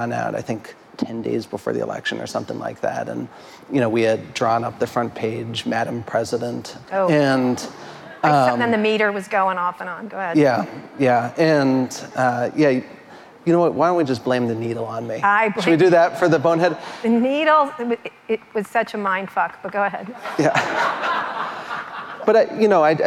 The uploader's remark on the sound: In front of a live audience at a Columbia University event in New York City.